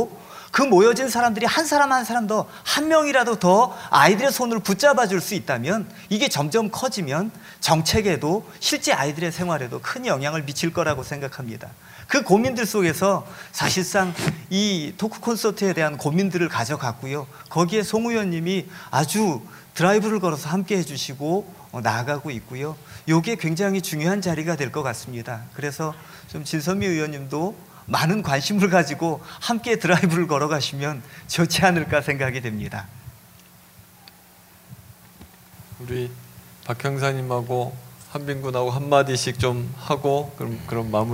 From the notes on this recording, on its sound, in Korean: 2015년 1월 28일 국회에서 열린 토크콘서트, 그 현장을 공개한다.